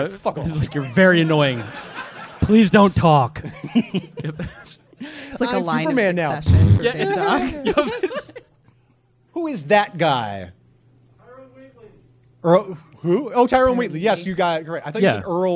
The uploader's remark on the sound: Live from New York City. Questions from the audience.